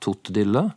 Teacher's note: har barnet utelatt r-en og har endra k-ene til t